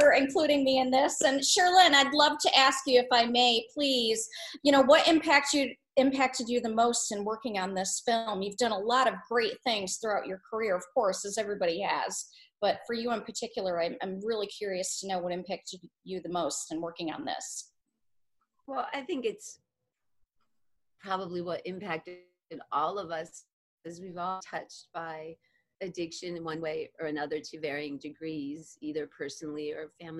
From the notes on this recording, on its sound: The director + the cast joins on Zoom to hang out and answer some red carpet questions about the film!